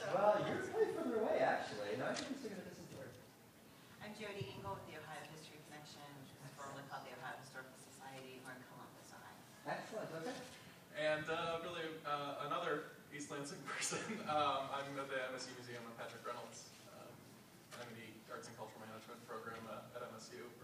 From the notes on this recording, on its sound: Annual Meeting Session Recording Recorded in Detroit, MI September 17, 2015. 2016 AASLH/MMA Annual Meeting Session Recording Recorded in Detroit, MI.